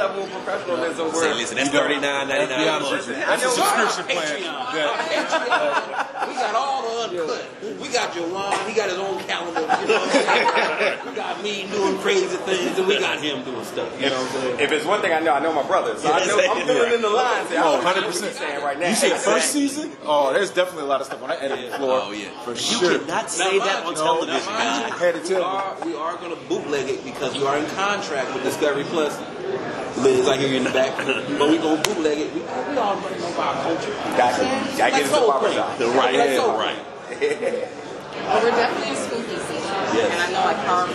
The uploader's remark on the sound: This episode recorded on October 7, 2022, at the Ghost Brothers Press Room